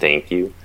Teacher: The movement towards the velar nasal, and that is the tongue component of the velar nasal, the velar closure, moves people towards a higher position. And also the release of the velum coming down is nasalizing the vowel. So essentially they're anticipating that mm, through the vowel.